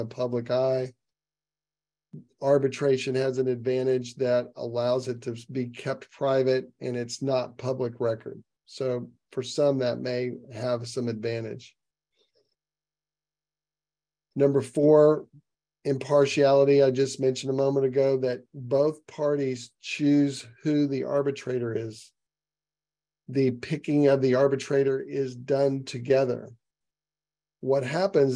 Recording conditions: video call